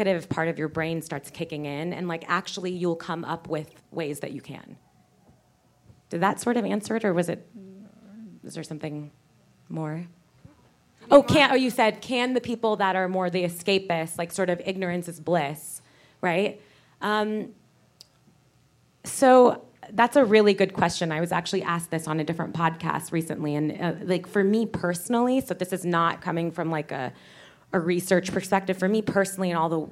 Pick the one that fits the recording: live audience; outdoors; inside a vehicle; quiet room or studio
live audience